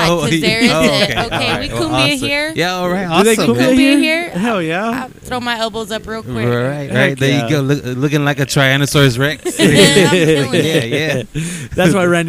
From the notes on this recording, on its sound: Live from Kimbo’s Saloon. Recording live from one of San Angelo’s oldest saloon, Kimbo’s Saloon.